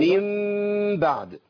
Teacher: بعض العلماء قال باطباق الشفتين